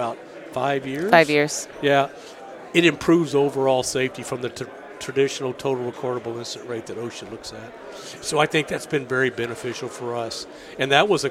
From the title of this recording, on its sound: Live at AFPM